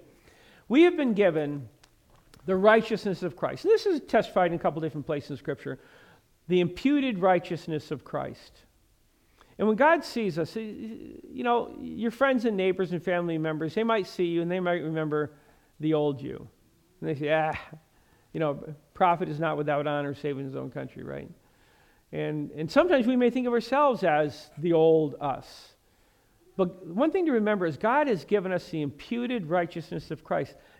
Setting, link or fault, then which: setting, large echoing room